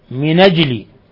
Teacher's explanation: وقرأ ورش من أجل بالنقل مع فتح النون